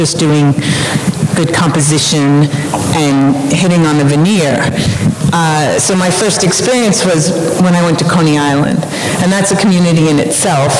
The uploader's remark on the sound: This special episode of The Candid Frame was recorded live on the 2017 Miami Street Photography Festival.